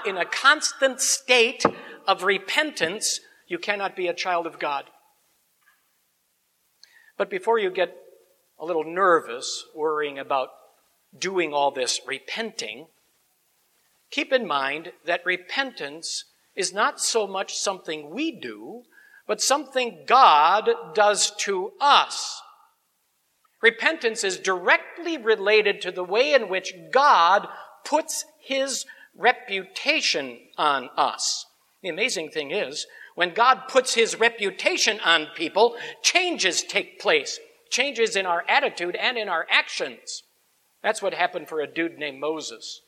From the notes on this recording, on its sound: Sermon on Exodus 3:1-15 preached at Grace Ev. Lutheran Church.